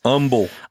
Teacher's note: don't pronounce the H